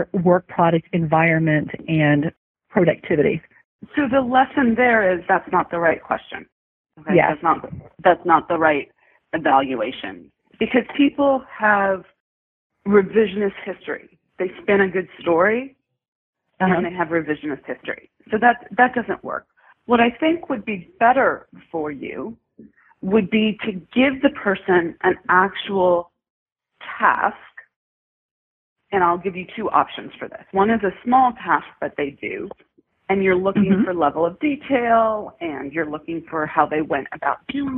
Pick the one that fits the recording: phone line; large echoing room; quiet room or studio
phone line